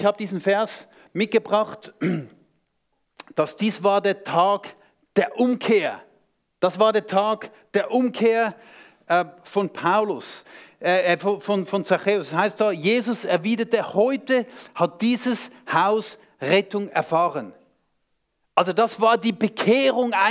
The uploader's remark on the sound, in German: Vortrag beim SUMMIT 2023